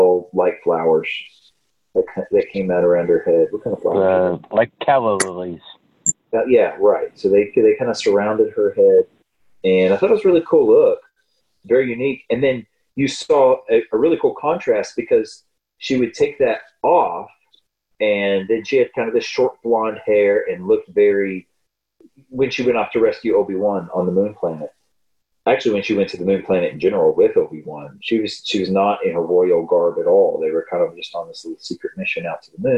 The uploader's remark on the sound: This week we deal with multiple technical difficulties that affect audio quality